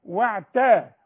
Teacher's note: انا عندي تاء ما هياش طاء